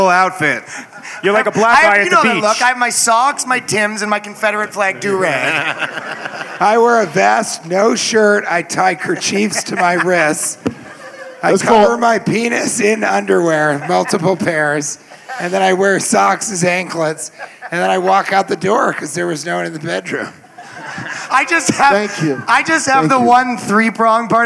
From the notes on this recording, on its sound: LIVE from Skankfest Vegas 2023. Invite 5 audience members to share their worst relationship stories.